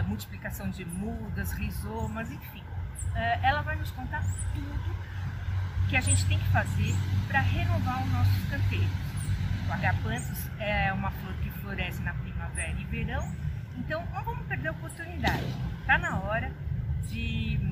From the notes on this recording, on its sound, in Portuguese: ESTE ÁUDIO FOI GRAVADO AO AR LIVRE, POR ISSO RUÍDOS VÃO SURGIR NA GRAVAÇÃO.